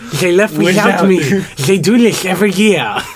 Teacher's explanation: We typically replace the TH with a Z sound.